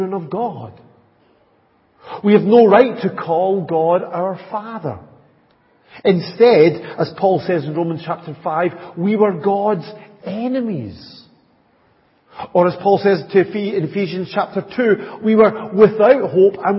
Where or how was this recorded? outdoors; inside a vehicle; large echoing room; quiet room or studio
large echoing room